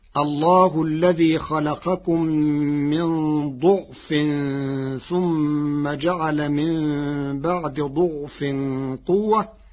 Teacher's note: قرأ ورش الكلمات الثلاثة بضم الضاد